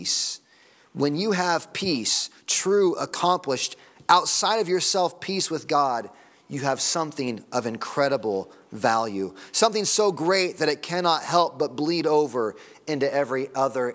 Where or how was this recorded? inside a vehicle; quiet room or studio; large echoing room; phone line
large echoing room